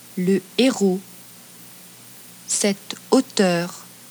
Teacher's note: Le E est prononcé devant un H aspiré.